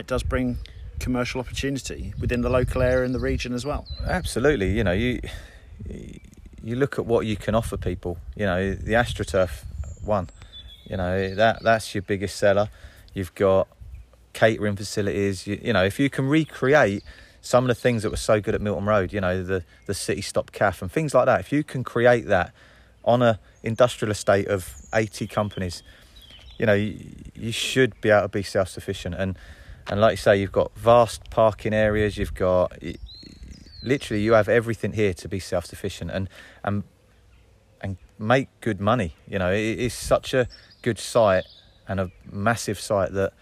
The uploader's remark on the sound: LIVE from the site of City’s new stadium at Sawston